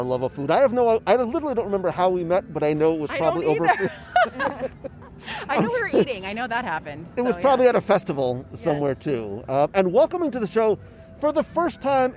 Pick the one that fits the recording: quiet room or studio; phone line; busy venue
busy venue